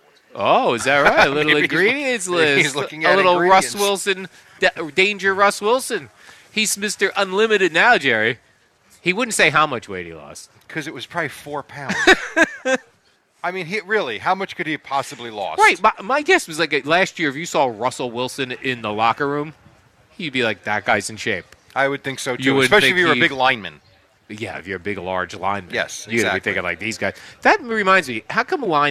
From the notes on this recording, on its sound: Live from D'Jais in Belmar